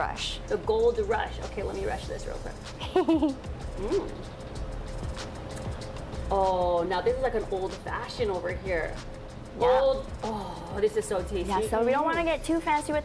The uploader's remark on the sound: live at a new burger joint in Kaimuki